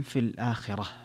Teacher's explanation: في الآخرة فيها مد البدل لورش وفيها ترقيق الراء كذلك في الآخرة، وكذلك لو وقف عليها كسائي سيقف في الآخرة.